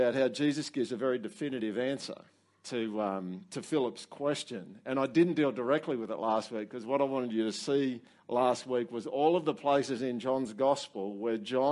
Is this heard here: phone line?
no